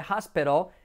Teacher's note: La T, letra semiclave, hospital, que se convierte como una R suave española, hospital, y la L como letra clave del inglés.